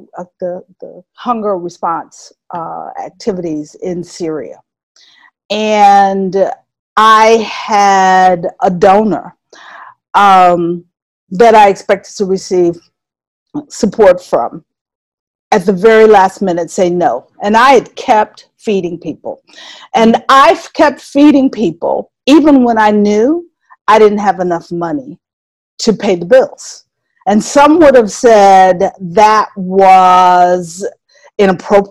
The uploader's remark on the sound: We apologise for the sound quality for this Zoom interview while we all shelter-at-home in July 2020.